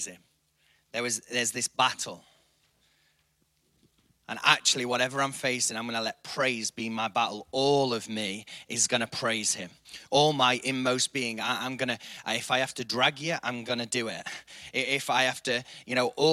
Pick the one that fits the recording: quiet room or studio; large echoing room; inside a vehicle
large echoing room